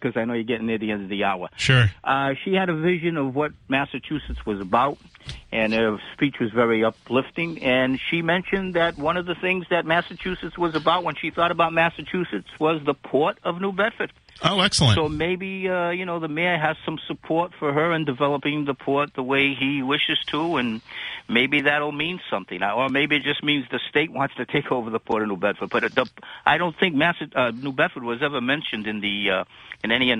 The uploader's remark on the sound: Takes calls from the audience.